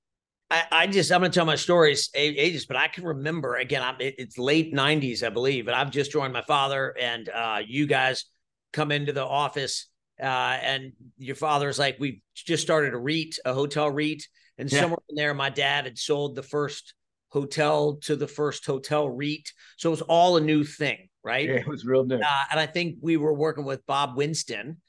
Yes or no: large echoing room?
no